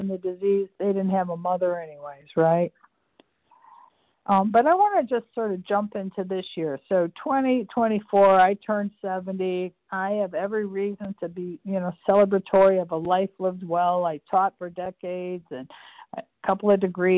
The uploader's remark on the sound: the 100 Pounders Phone Meeting, 2/1/24